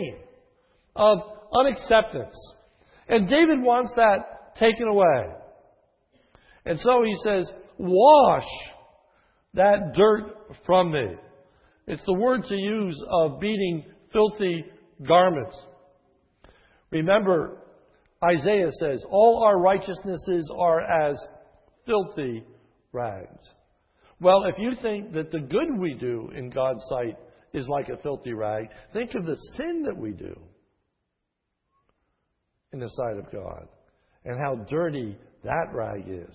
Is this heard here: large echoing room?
yes